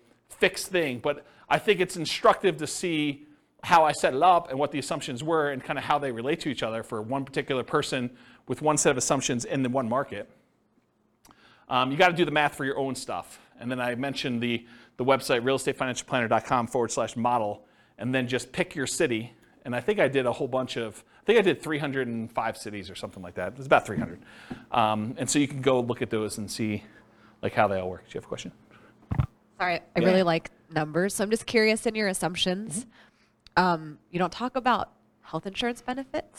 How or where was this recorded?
live audience